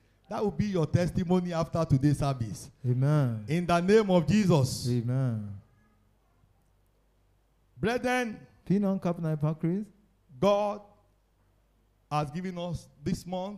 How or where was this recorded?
live audience